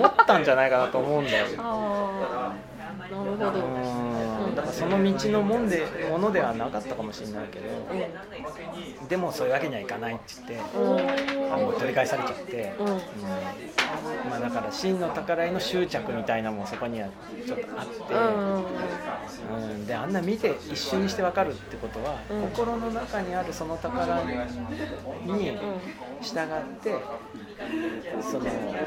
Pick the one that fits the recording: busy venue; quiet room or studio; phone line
busy venue